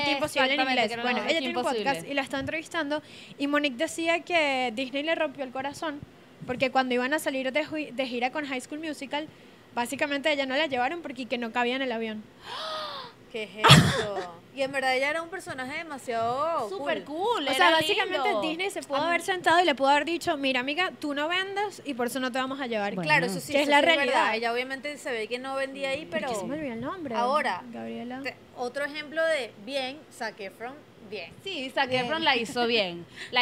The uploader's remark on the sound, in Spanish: Grabado en Vía Lattea, en Caracas